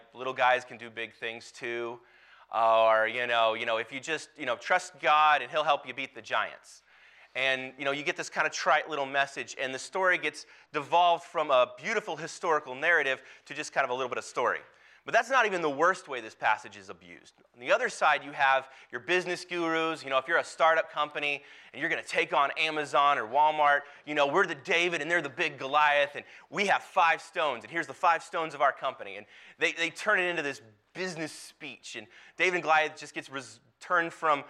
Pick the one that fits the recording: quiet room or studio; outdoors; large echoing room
large echoing room